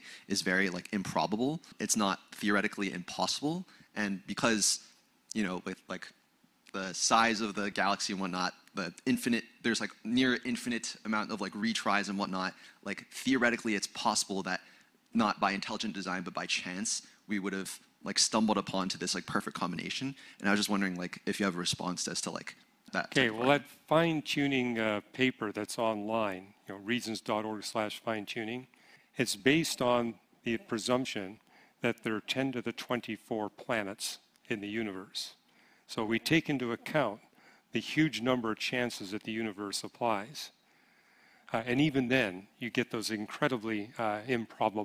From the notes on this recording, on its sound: 2023 Apologetics Conference. The floor was opened for questions from the audience.